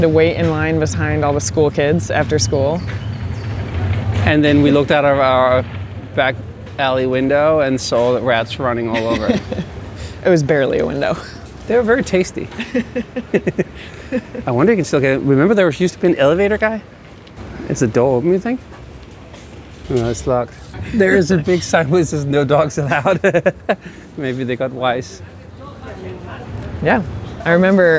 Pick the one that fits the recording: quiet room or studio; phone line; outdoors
outdoors